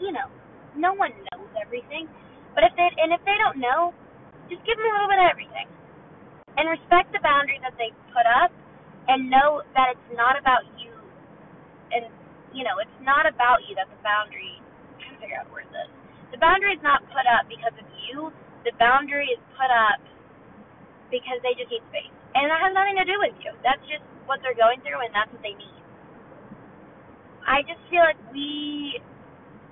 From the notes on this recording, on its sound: Welcome to the first ever “drive with me” car segment. In this episode you will enjoy the lovely audio that is in my car.